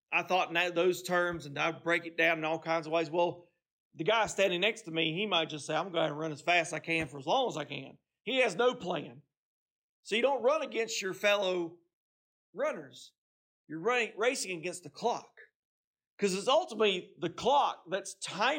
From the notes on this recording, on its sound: This message was preached on Sunday, November 19, 2023, at Seaboard Baptist Church in Seaboard, North Carolina.